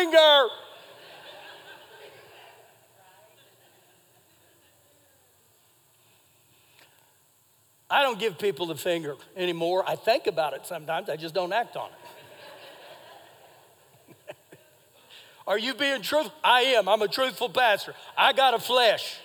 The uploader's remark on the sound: Recorded live during our Sunday morning service